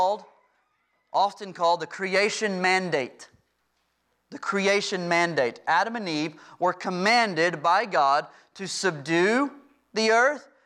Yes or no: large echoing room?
yes